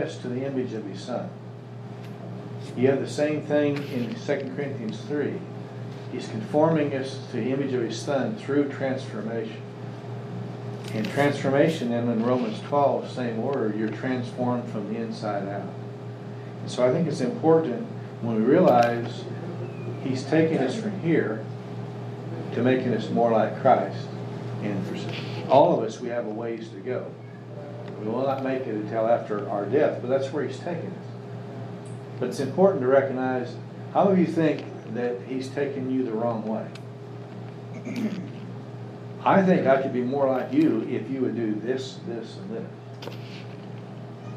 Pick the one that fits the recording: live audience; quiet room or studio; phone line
live audience